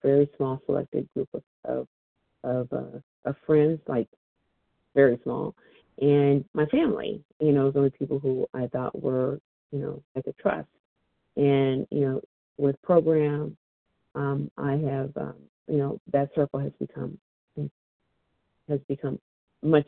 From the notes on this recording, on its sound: 100 Pounders Phone Meeting.